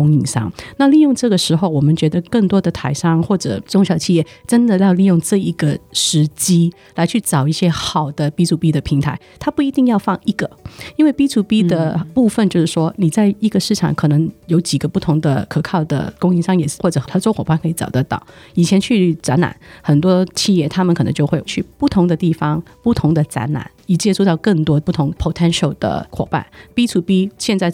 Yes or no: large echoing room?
no